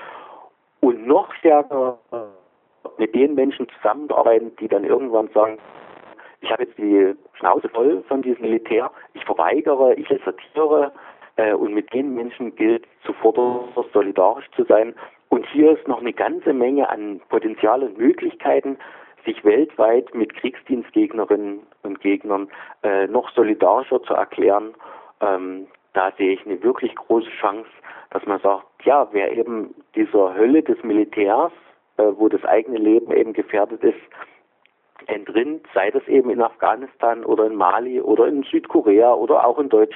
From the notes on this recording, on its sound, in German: Ein Telefoninterview